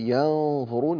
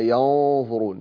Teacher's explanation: كلمة ينظرون نبهنا عليها قبل ذلك، وقلنا إن النون الساكنة التي وقع بعدها حرف الظاء، وهي من والظاء من حروف الإخفاء، نخفي النون عند الظاء، لكننا ننتبه إلى تفخيم هذه الغنة، لأن حرف الظاء حرف استعلاء · Shown in: second take